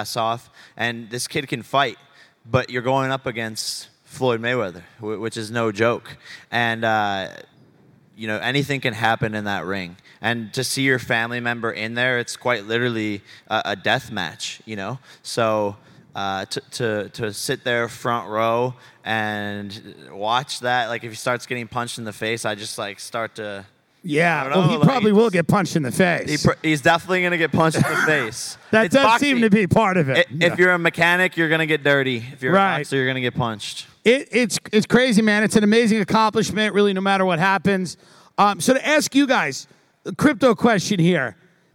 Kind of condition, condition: setting, busy venue